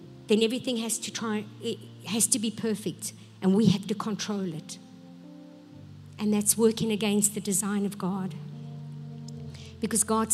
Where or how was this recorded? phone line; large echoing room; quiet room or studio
large echoing room